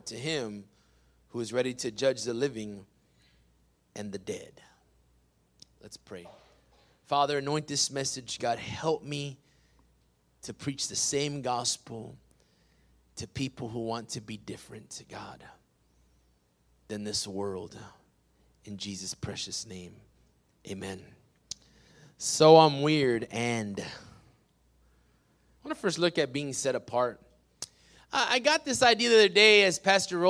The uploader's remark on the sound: PREACHED IN WESLACO TX, 6-20-21